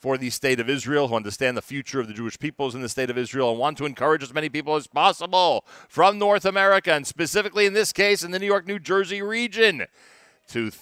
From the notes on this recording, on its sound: NSN Live From the NBN Mega Event in NYC.